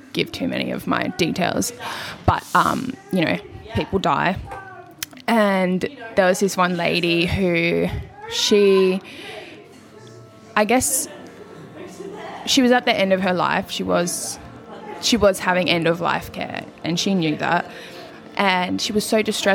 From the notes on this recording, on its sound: LIVE from Yelo (Trigg)